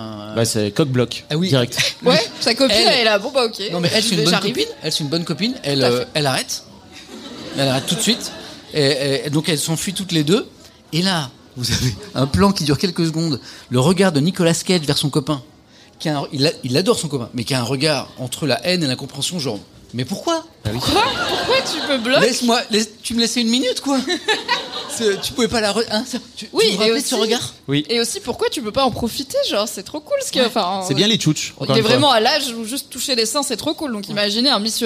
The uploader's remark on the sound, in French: Voici le replay de notre épisode en direct du Culture Fest.